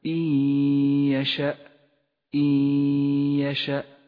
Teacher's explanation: النون الساكنة وبعدها حرف الياء، تدغم النون بالياء فتسقط النون من اللفظ · Term: الإدغام بغنة